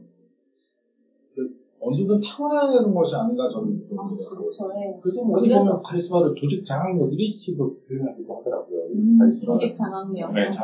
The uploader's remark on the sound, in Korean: (1회부터 3회까지 음질이 고르지 못해 양해부탁드립니다.)